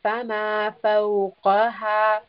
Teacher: It is part of khusadakh muntib. It is a permanently heavy letter. So Qaf is going to be a heavy sound.